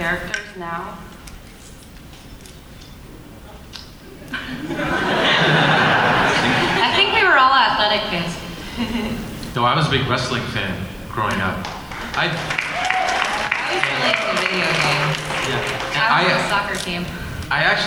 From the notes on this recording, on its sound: Bonus – Arrow panel NYCC 2012.